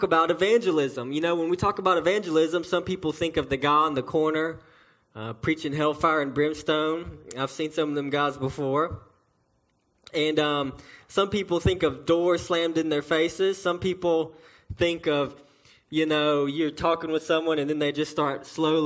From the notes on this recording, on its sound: a message delivered to Cottondale Baptist Church in Eastman, GA on 2/18/18 during the 6:00pm service